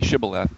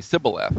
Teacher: only a Gileadite could say it properly, Shibboleth. And the others would say Sibboleth with an S sound.